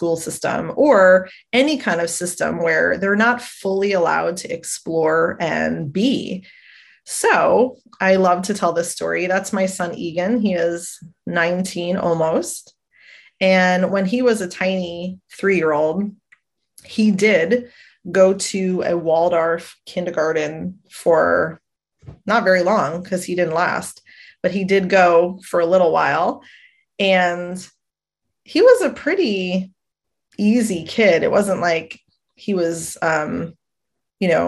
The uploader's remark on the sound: a Webinar Replay